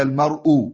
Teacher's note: نقلت حركة الهمزة إلى الساكن قبلها فبقت مضمومة ونحن لا نقف بالحركة الكاملة إنما نستطيع أن نقف بالروم فوقفنا